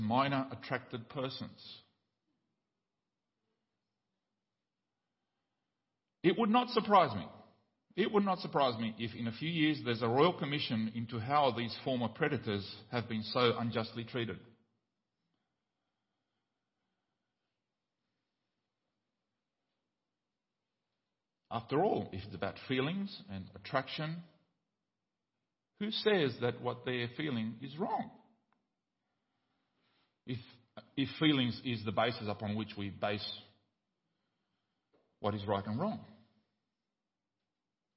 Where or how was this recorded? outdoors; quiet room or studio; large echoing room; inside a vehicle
large echoing room